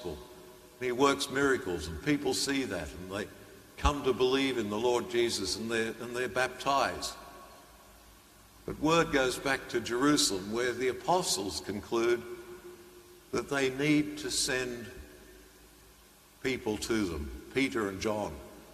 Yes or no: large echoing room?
yes